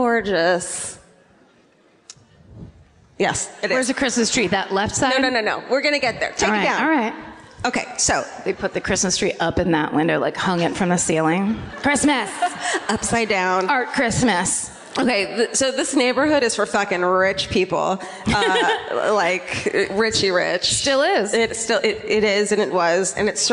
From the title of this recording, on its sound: Live at the Orpheum in Los Angeles